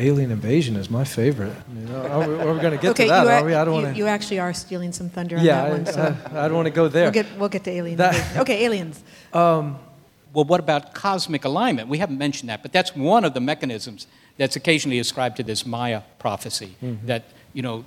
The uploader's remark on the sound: Recorded before a live audience at the Computer History Museum.